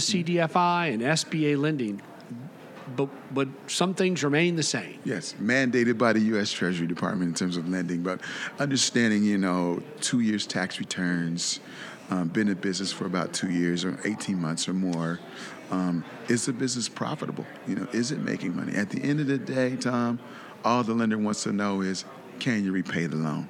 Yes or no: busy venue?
yes